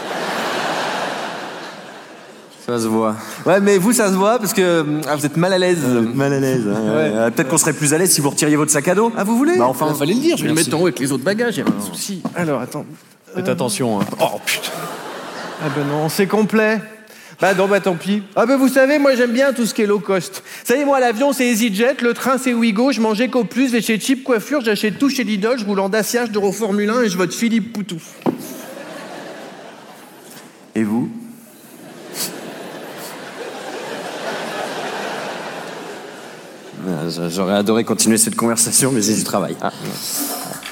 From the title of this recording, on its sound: Montreux Comedy Festival 2023